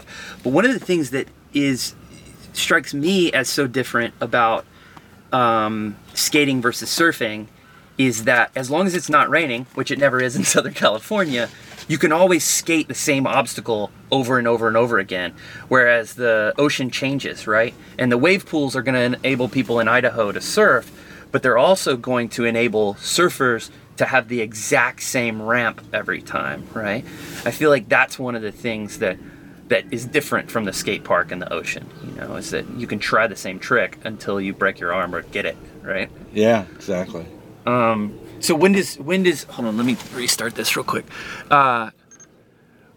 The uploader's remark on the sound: from the van